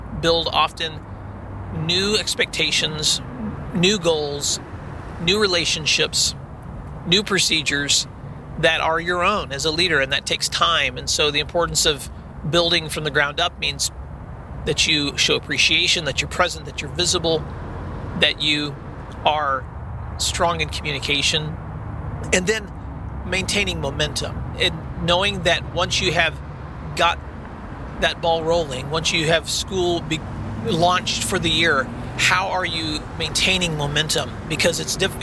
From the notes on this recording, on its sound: On the Road. This week’s episode I recorded while driving (after safely cuing my recorder before starting a long drive).